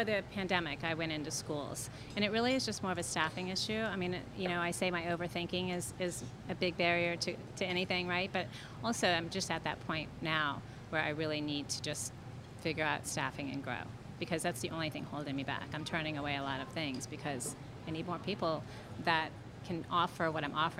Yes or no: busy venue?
yes